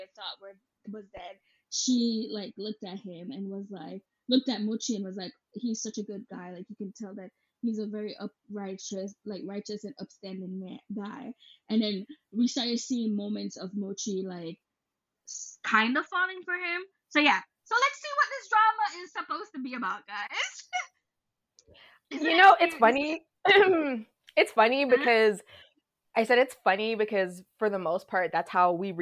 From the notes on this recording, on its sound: We apologize for the mic issues but that could not be helped this time.